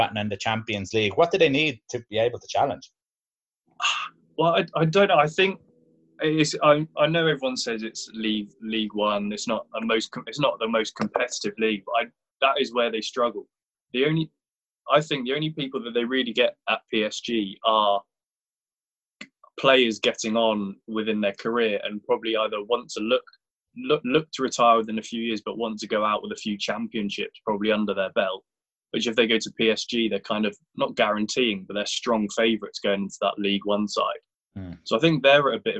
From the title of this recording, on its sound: Zoom Show